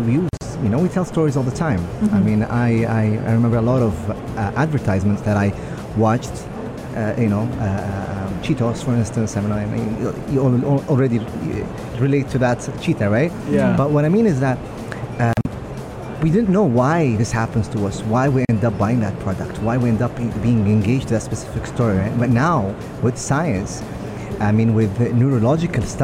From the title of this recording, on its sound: Pulse Live at IGCF